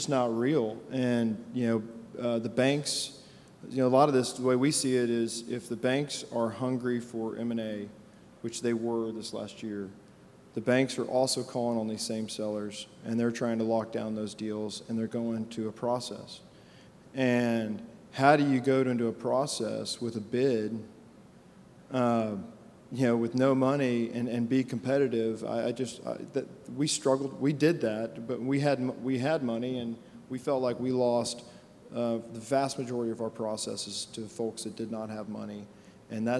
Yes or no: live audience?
yes